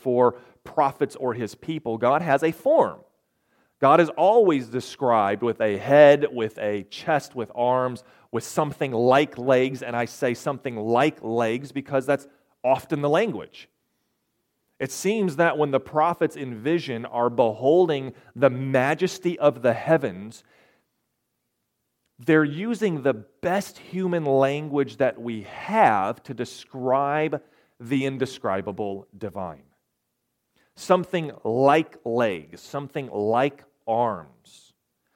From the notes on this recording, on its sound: recorded March 18, 2023, at Ringgold Seventh-day Adventist Church